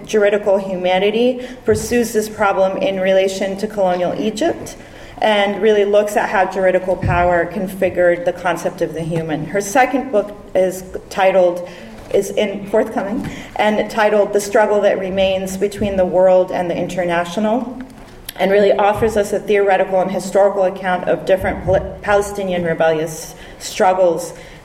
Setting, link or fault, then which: setting, live audience